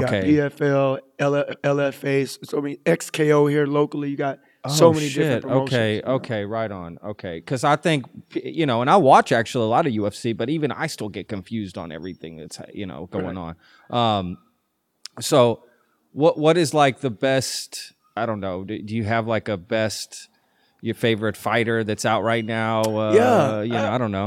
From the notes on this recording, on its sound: This is our very first remote interview as I traveled to Lamb IV gym in Fort Worth, Texas to record this episode.